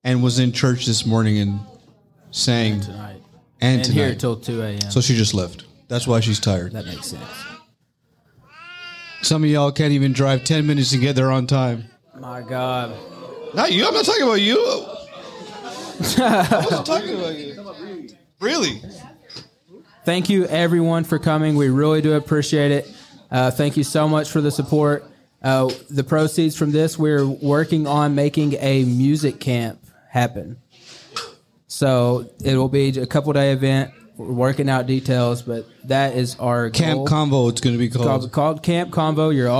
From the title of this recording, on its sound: LIVE at Bennett's